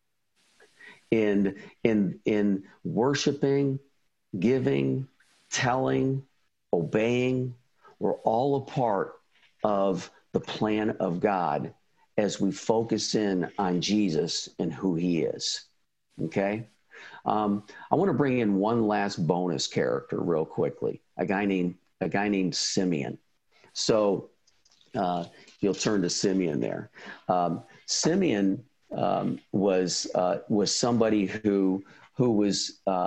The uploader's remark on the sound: we replay a recording from a recent virtual ISI event